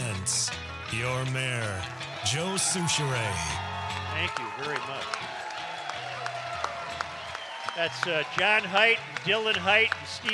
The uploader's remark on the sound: We are live at the Hopkins Center for the Arts for the 1,000th Podcast!